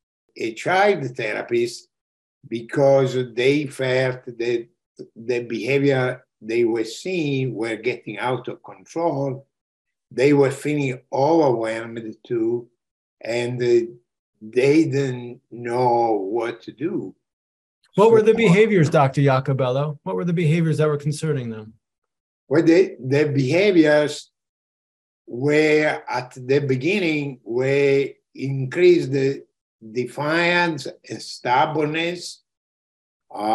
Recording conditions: video call